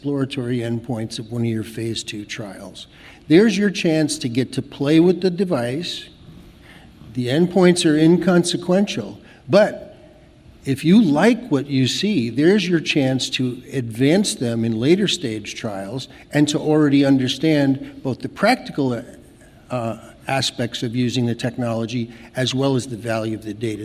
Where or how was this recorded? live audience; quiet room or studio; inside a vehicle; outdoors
live audience